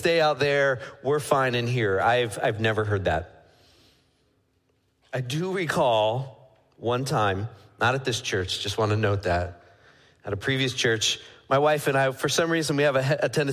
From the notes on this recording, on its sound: Midland Evangelical Free Church Sermon Audio